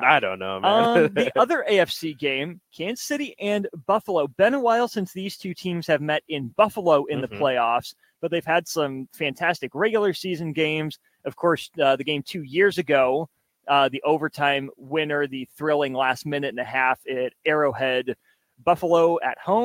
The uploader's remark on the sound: LIVE from CHI Health Center